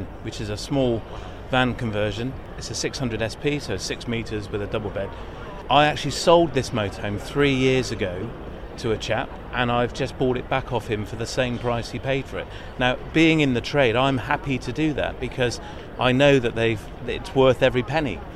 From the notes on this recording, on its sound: February Caravan, Camping and Motorhome Show 2022. Recorded on the floor of the show with no chairs available to sit. Hit ‘stop’ on the recorder before the painful groans as they both tried to stand up again.